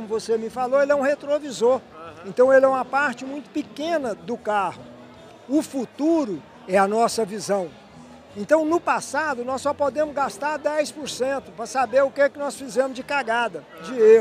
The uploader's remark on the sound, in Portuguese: Prosa boa gravada durante o “ Diálogos Boi na Linha”, evento promovido pelo Instituto Imaflora, em Marabá, no Pará.